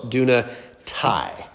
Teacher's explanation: Because that's a diphthong at the end. The alpha, iota combined to an I sound.